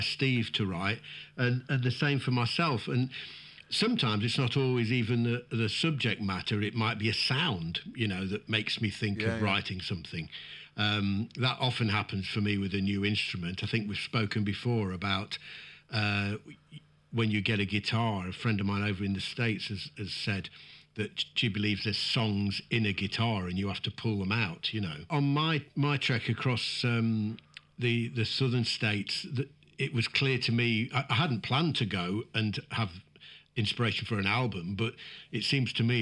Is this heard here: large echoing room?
no